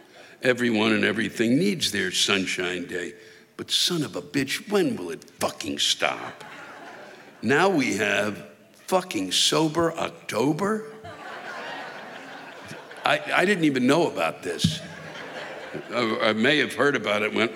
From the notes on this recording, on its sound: The live rants come from this past weekend’s shows at the Fox Performing Arts Center in Riverside, CA and the Fremont Theater in San Luis Obispo, CA.